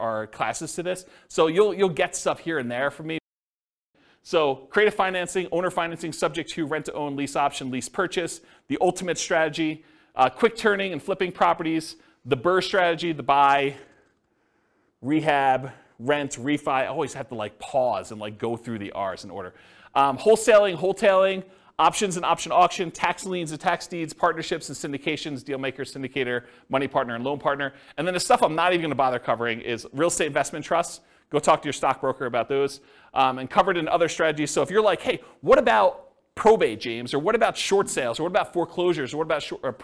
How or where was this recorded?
live audience